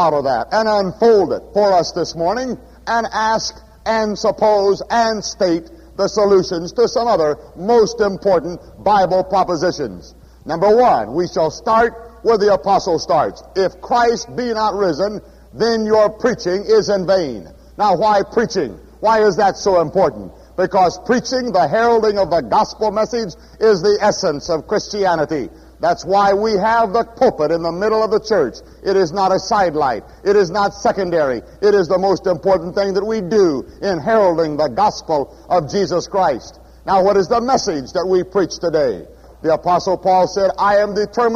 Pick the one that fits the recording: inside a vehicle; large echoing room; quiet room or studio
large echoing room